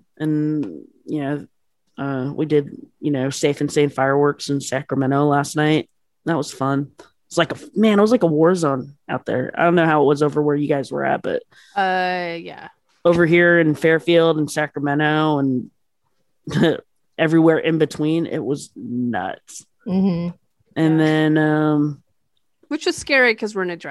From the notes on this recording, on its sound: Back at it Zoom-style.